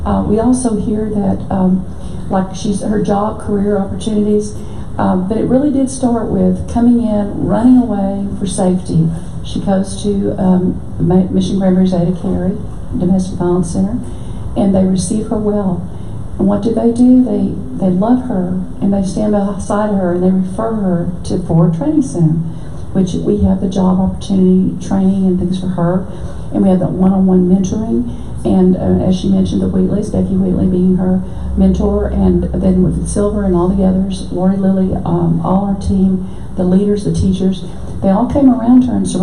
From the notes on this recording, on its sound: Recorded at a LGMA Luncheon at One Cause Church, everyone in attendance was encouraged to continue helping others.